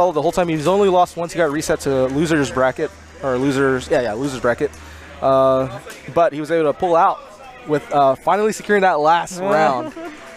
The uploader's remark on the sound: recorded from Free Play Arlington